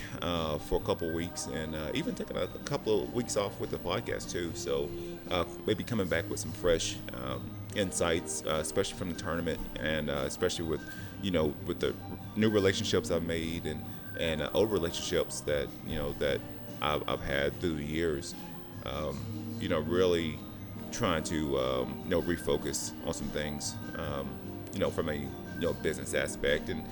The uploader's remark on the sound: This special brew episode was recorded at Dark Moon Roasters in Henderson, NV.